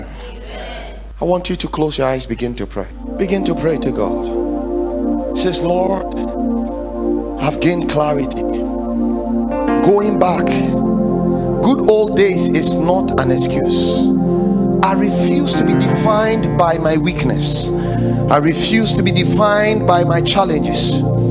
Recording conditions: large echoing room